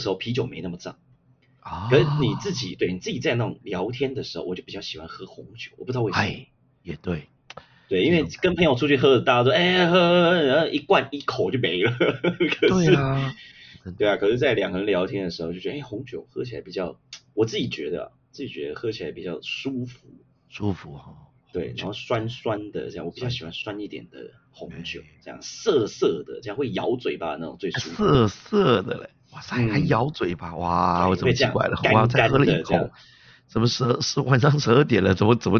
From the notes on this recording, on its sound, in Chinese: 音質太差